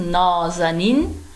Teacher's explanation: mit dieser Betonung auf dem letzten, auf der letzten Silbe